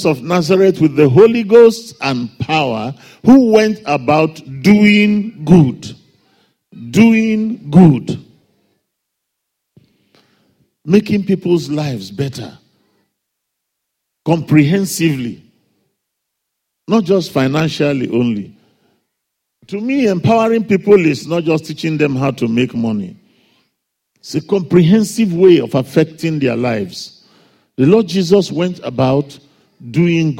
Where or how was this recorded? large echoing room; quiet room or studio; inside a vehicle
large echoing room